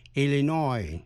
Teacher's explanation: Nhấn mạnh vần cuối